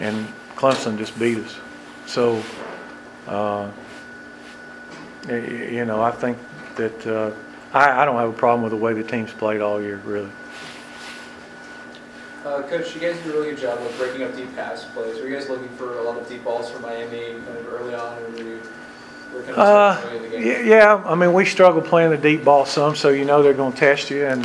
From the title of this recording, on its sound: Press Conference (Miami)